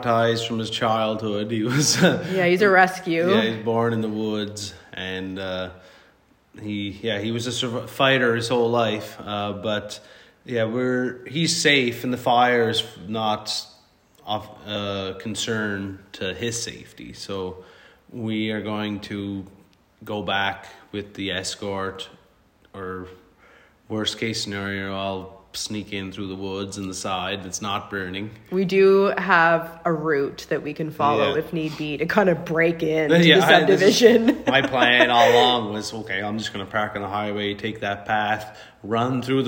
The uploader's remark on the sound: This Week’s Episode Recorded from Our Cellphone at Togetherland Art Gallery. We are currently displaced from our home. Recorded from our cell phone inside the echoey Togetherland hall!